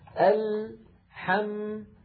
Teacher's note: لاحظوا اللام ساكنة، حم الميم ساكنة، زمن اللام وزمن الميم واحد